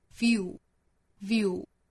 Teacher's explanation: 最终的这个口型是嘴巴向前聚拢的一个 U 的状态，舌根部向后隆起